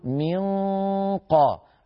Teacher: المخرج الفموي مقفول تماما وأقصى اللسان مرتفع ولسان المزمار راجع، فيتفخم صوت الغنة · Term: إخفاء النون عند القاف